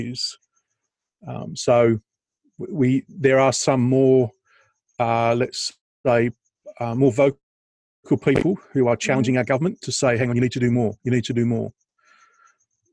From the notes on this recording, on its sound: We decided that we’d catch up on Zoom and ended up doing an impromptu recording. Recorded on the eve of the UK lockdown. This episode is audio and video.